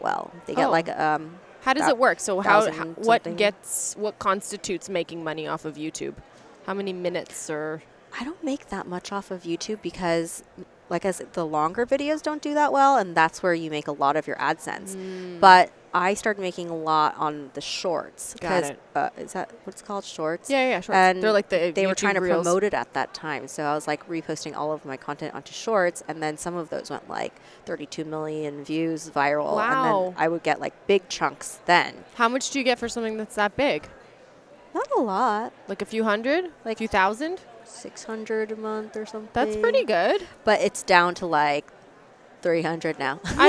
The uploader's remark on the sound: Recorded live at the California Dental Association on the trade show floor.